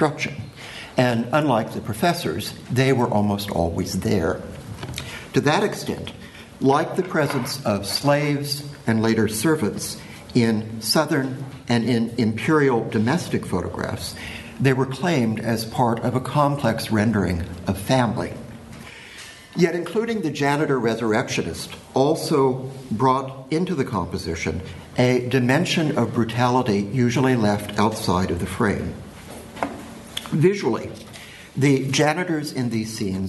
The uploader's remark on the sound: Keynote paper given at the symposium